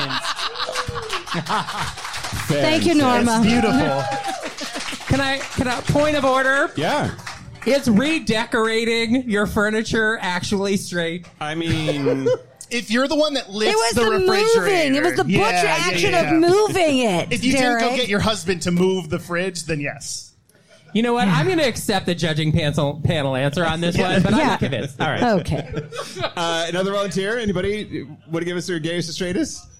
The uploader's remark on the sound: Live in Seattle. In our joint Seattle live show. Live during Seattle Pride.